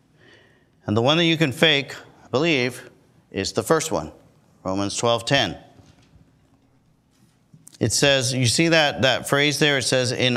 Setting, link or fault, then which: setting, large echoing room